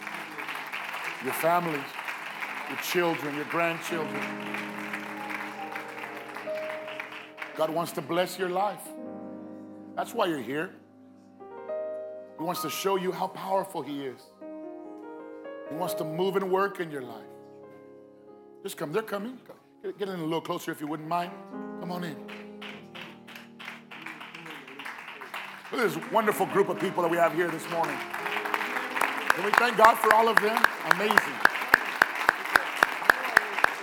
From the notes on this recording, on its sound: Recorded live at Phoenix First Apostolic Church.